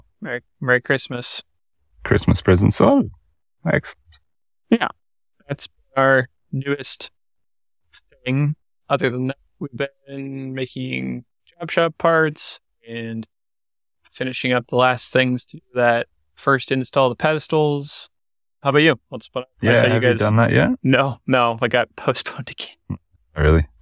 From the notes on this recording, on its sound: stuck in the car at home so please excuse the poor audio this week!